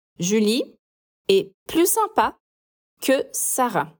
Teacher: não falamos o S do plus, porque tem um adjetivo que vem depois e começa com uma consoante